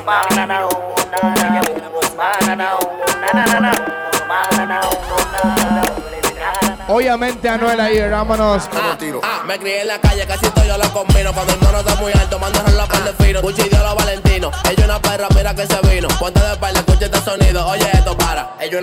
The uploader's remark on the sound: LIVE SHOW AT BAR ARRIBA -PLAYA SAMARA CR. Audio en vivo.